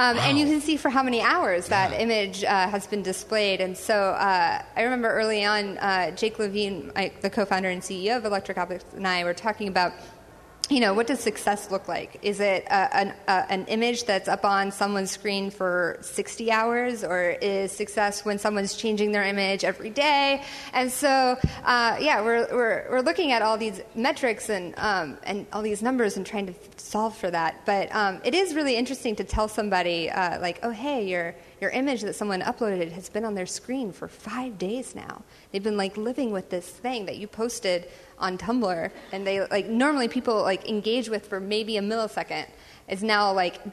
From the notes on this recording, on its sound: Live from XOXO 2014. Live on stage at the XOXO 2014 festival in Portland, Oregon, as part of the Story evening.